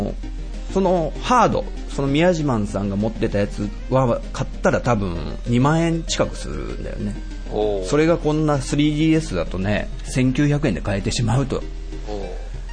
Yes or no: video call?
no